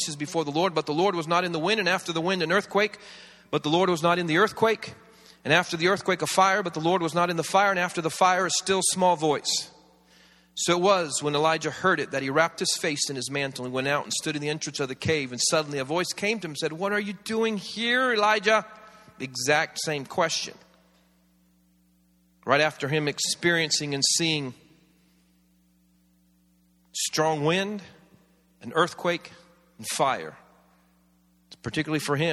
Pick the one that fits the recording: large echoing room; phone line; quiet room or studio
large echoing room